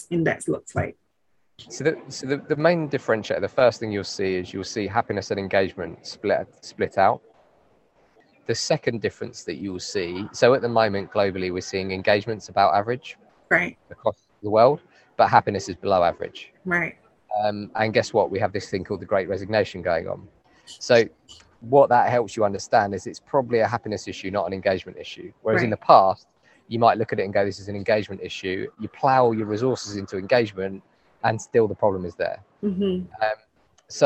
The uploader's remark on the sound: live and direct from this years CIPD conference in my home town of Manchester